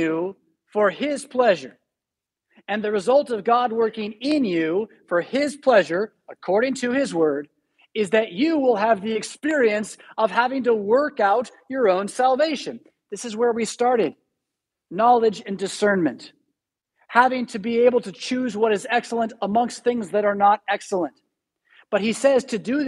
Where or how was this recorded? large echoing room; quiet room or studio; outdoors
large echoing room